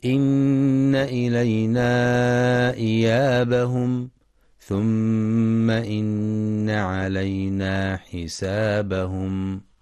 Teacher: وفي قوله سبحانه: إن إلينا إيابهم ثم إن علينا حسابهم، يخطئ من يقرأ إن إلينا وإن علينا بإثبات ألف بعد النون هكذا: إنا إلينا إنا علينا، والصواب أنها نون مشددة مفتوحة مع بيان الغنة، فهي أكمل ما تكون فيها.